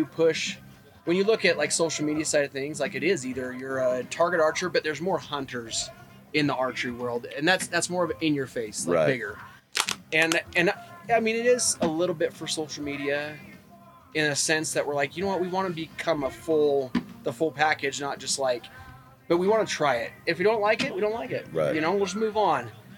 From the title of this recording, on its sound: Mountain Archery Fest Live episode